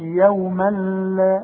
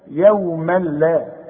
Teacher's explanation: عندي تنوين وبعد التنوين لا واحنا قلنا اللام من حروف الادغام واللام تبقى ادغام كامل ها بدون غنه · Shown in: second take